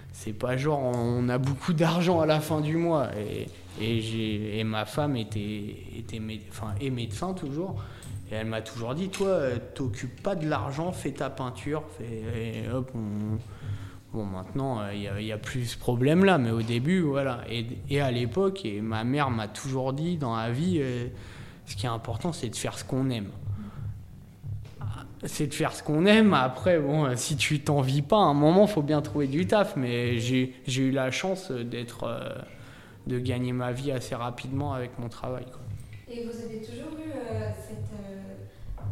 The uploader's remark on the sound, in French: répond aux questions de Radio2B depuis le festival RUR!